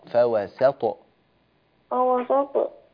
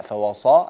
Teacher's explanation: رقق السين وقلقل الطاء · Shown in: first take · فوسط فوسط لا فوصا، هكذا صارت صا سا سا فوسط.